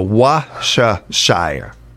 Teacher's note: The key is to drop the R and soften the C.